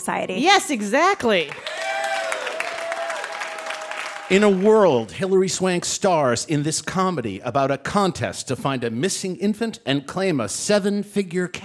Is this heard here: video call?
no